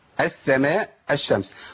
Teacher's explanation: يعني بشيل اللام بالكليه واحط مكانها حرف مماثل للحرف الثاني